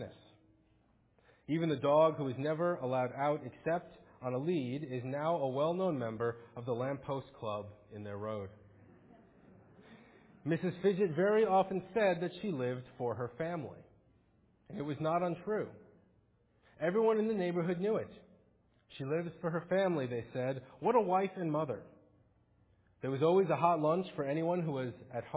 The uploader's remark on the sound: Faith Presbyterian Church – Morning Service.